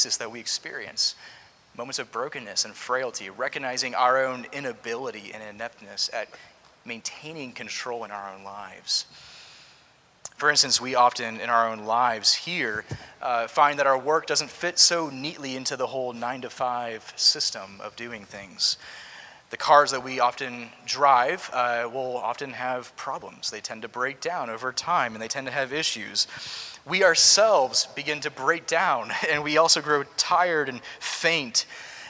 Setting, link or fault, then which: setting, large echoing room